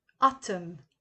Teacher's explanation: In England, autumn is used instead of fall and the N is not pronounced.